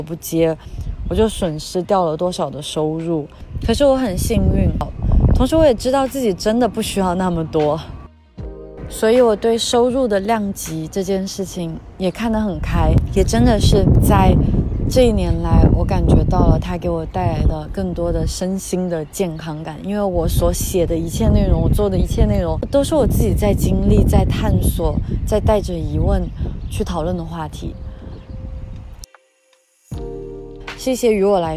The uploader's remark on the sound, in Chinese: 这一期是在里斯本的城市公园录制的，风声比想象中大了一些，在某一部分可能会影响一部分音质